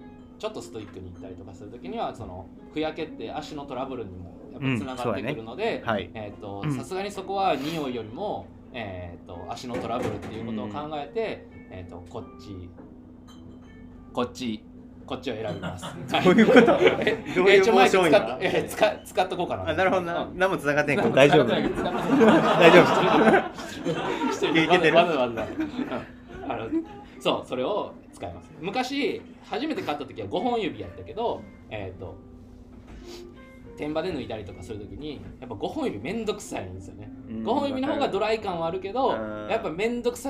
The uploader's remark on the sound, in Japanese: 山×旅マウンテンギア ハイカーズミーティング 公開収録音源。